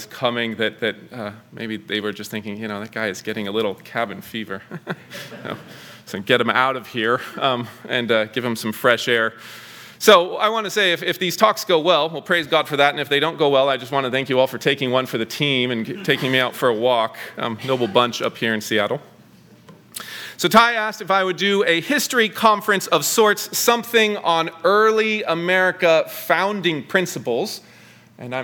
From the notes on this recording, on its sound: 2023 Fall Conference Talk #1.